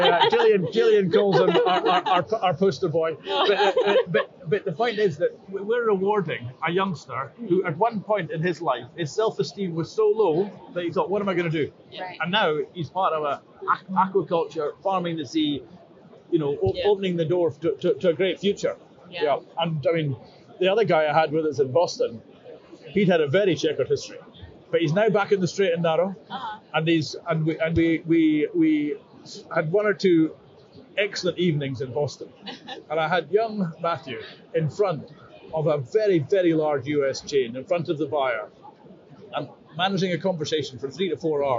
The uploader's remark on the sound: Live From Seafood Expo Global. Recording directly from the Scotland Pavilion in Hall 2, on the second day of the Barcelona show.